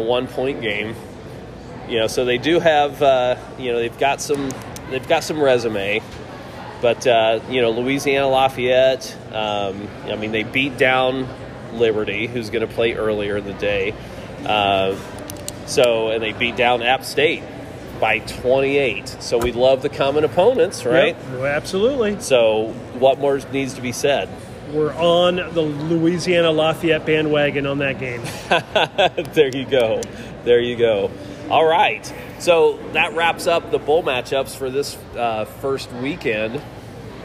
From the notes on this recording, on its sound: On location from AMP in downtown Indy.